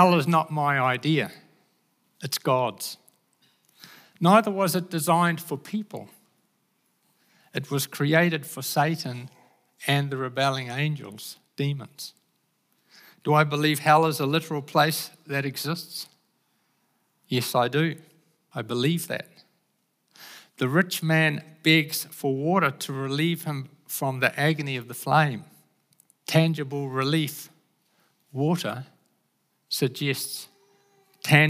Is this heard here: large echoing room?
yes